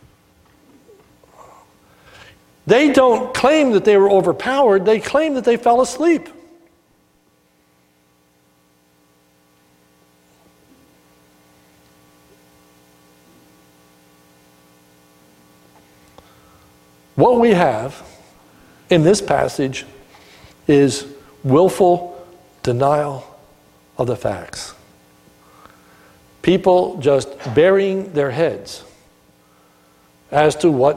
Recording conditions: large echoing room